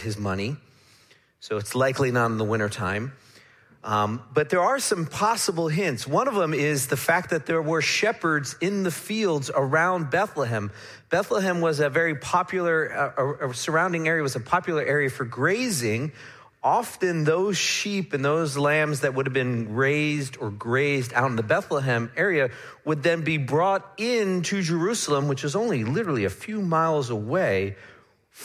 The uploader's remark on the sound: Midland Evangelical Free Church Sermon Audio